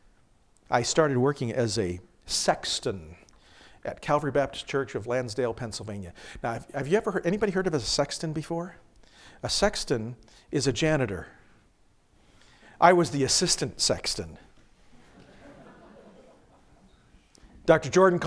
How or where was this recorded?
large echoing room